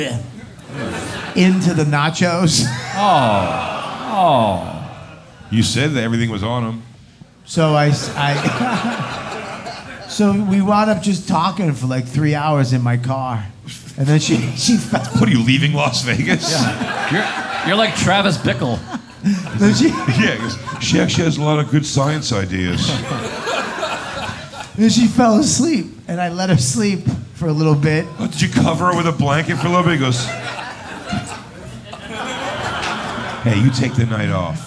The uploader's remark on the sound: Moontower 2023. Filmed live from Moontower Comedy at The Creek and the Cave in Austin Texas.